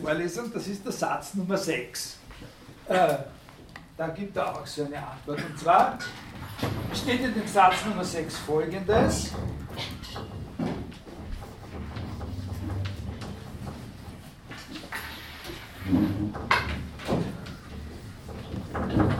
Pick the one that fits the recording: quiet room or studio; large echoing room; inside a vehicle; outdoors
large echoing room